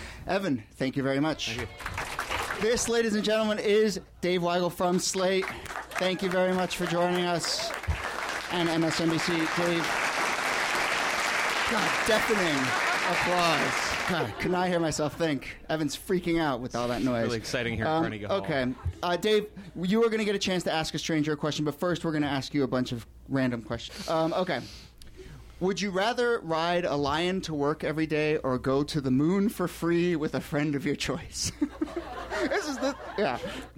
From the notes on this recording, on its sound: Ask Roulette is a conversation series in which strangers ask each other questions on stage. Is from our August show at Politics and Prose in Washington DC.